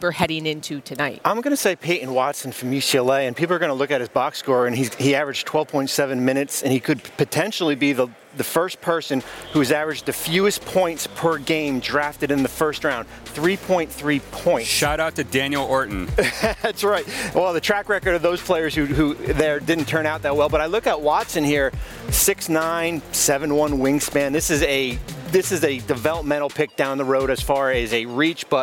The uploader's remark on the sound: Live from the Draft